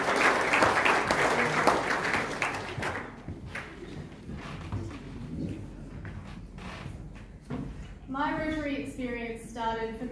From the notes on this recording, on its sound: at the 2019 Rotary District 9500 Conference.